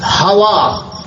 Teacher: الحمدللہ، حمد میں جو ہا ہے وہ حلق سے نکلتی ہے، اور چھوٹی ہا جیسے ہوا، ہوا میں چھوٹی ہا ہے وہ بھی حلق سے نکلتی ہے